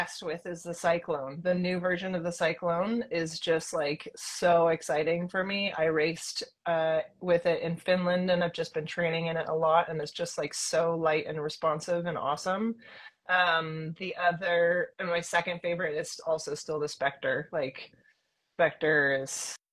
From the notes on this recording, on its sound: This episode was filmed in September 2023, on IG Live.